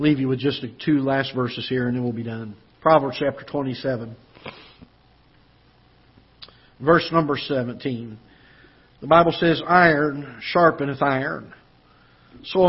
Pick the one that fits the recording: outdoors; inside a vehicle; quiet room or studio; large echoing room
large echoing room